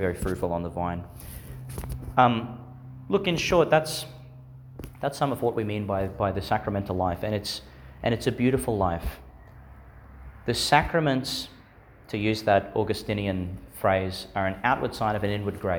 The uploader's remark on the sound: Homily for the Third Sunday in Eastertide, delivered in St Peter Chanel Catholic Church, Miriam Vale, Qld.